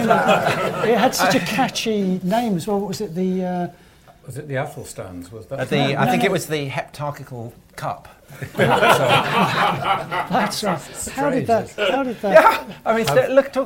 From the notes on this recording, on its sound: A special LIVE edition of The Nightwatchman Podcast recorded at the central London offices of our sponsors, Rathbones . LIVE at Rathbones. A special LIVE edition of The Nightwatchman Podcast recorded at the central London offices of our sponsors, Rathbones .